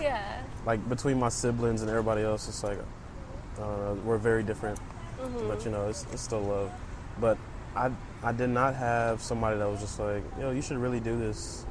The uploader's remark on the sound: Episode recorded at Buffalo Bayou, Houston